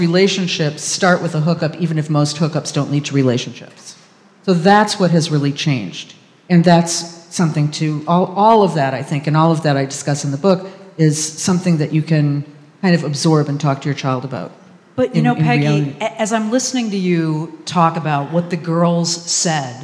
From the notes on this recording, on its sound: discussion with a live audience